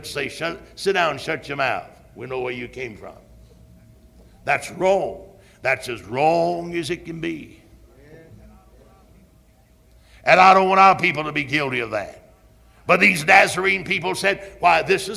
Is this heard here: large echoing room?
yes